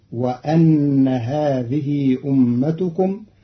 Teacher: وإن هذه أمتكم، قرأ قالون كلمة وإن بفتح الهمزة، فتصير وأن هذه أمتكم على تقدير حرف الجر قبلها.